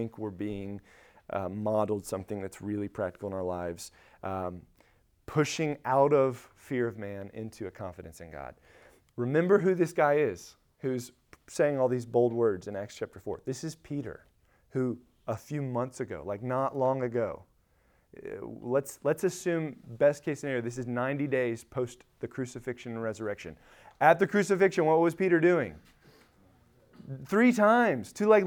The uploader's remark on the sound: Recorded at Emmaus Church in Buford, GA